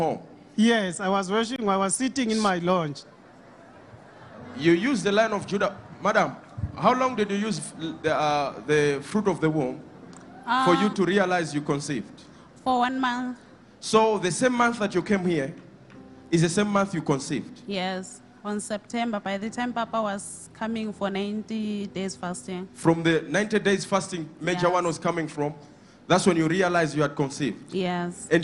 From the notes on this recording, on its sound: Sunday Live Service 21/05/17